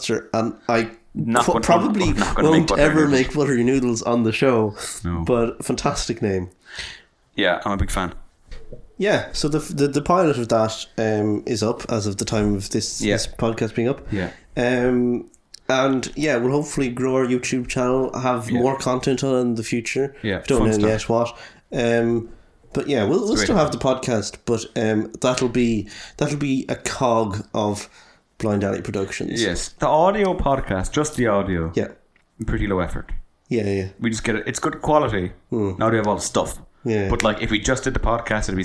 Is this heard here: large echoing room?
no